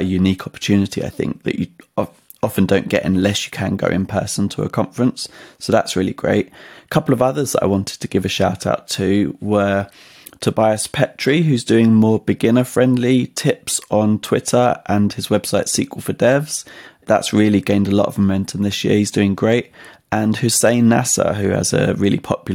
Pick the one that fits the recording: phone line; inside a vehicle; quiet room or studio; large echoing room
quiet room or studio